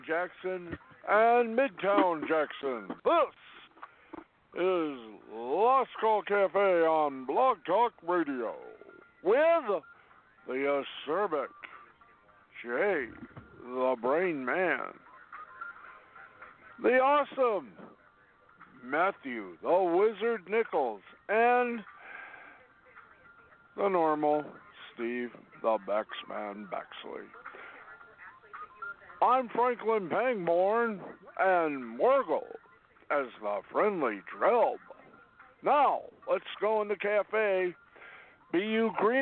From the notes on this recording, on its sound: along with live calls and guests